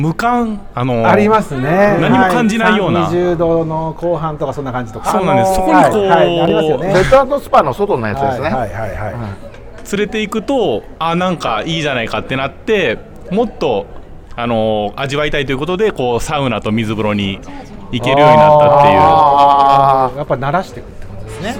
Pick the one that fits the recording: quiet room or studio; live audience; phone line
live audience